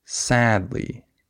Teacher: I would stress the first syllable. I would have emphasis on sad, not on lee.